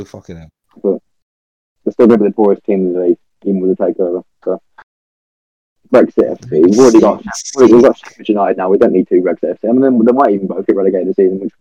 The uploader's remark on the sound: This is our first ever episode the audio is a bit off.